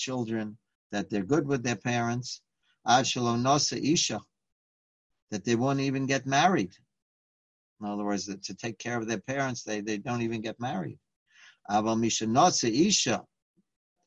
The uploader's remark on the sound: Live On Zoom